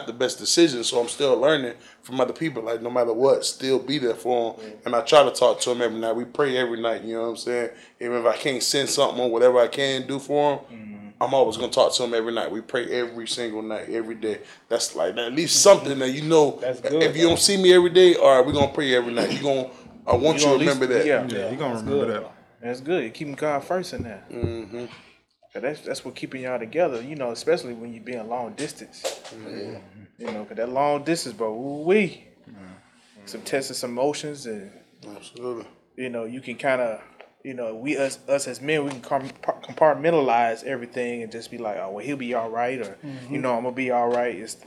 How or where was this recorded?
busy venue